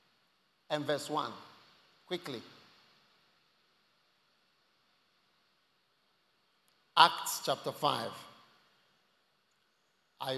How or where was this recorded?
large echoing room